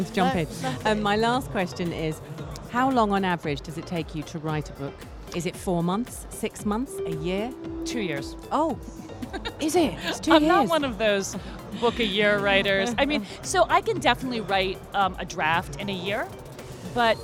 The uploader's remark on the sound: Live from SIBF 2023